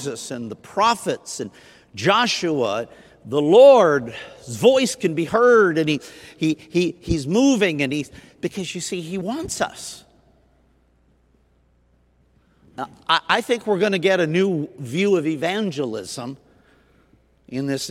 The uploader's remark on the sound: Recorded Sunday Night: June 26, 2021, at Southtowns Christian Center.